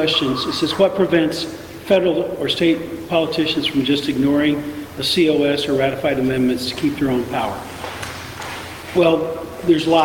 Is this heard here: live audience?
yes